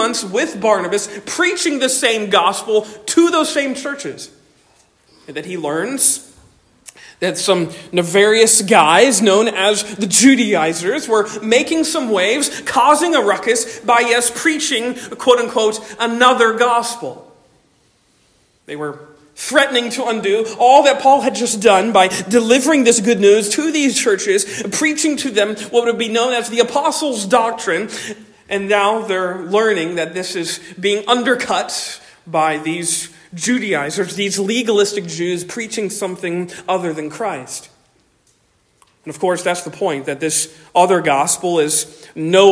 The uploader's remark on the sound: Delivered on 5 November 2023 at Stonington Baptist Church, Paxinos, PA. Delivered on 5 November 2023 at Stonington Baptist Church, Paxinos, PA.